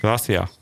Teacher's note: Zum Beispiel, wenn du jetzt auf Danke heißt auf Spanisch Gracias, das S würdest du hier niemals aussprechen in Andalusien. Das wird einfach verschluckt.